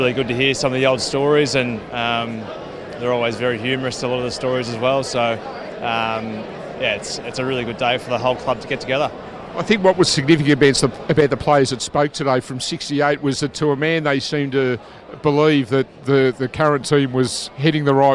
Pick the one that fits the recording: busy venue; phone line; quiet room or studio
busy venue